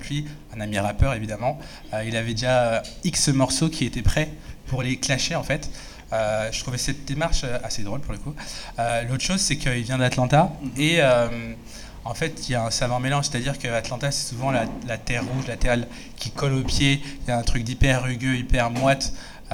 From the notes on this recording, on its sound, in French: Un podcast enregistré en public le 20 décembre 2022 à l’Union de la Jeunesse Internationale (75018).